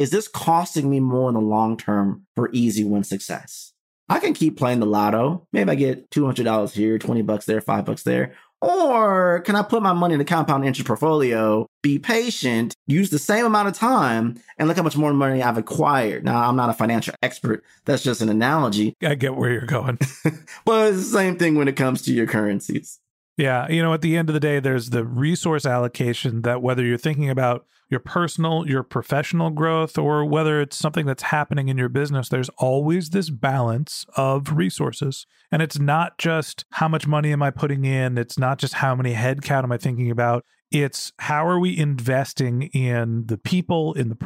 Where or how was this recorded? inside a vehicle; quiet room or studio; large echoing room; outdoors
quiet room or studio